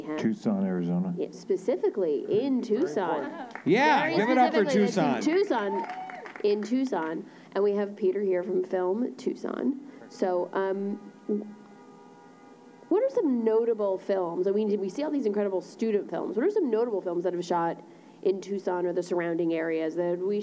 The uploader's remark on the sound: As part of University of Arizona’s SXSW Movie Night night. In front of a packed live audience.